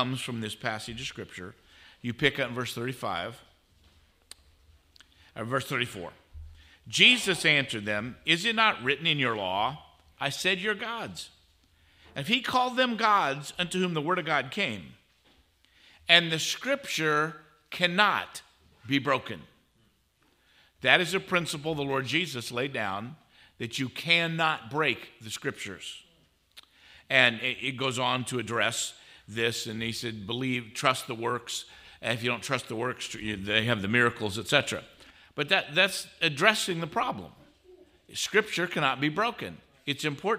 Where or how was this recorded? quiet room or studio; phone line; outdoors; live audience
live audience